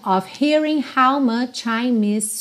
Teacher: lembra que esse of, O-F, sempre tem som de O-V